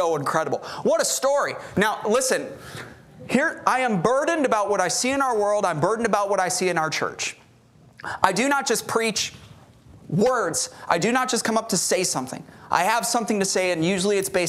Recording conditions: large echoing room